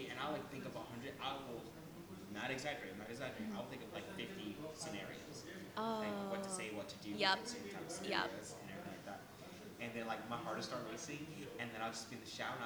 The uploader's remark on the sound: This is our very first podcast and we are still working on the kinks of the audio.